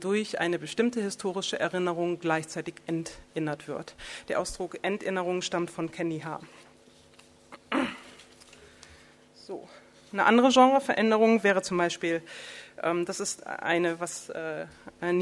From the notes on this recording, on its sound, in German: Ihr hört Vortrag und Diskussion der Veranstaltung vom 02.